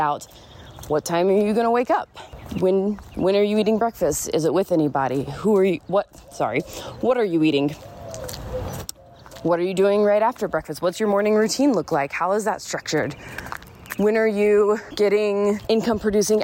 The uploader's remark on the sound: I was taking a walk around my neighborhood before it gets too hot here in AZ while recording this, so enjoy the background birds and my breathlessness